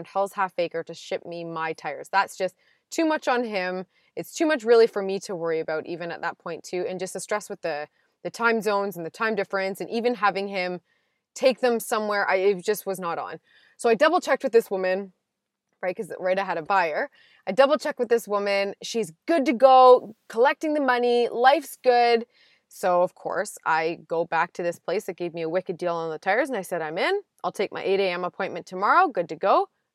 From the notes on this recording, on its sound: Another day, another drive, another roadside recording!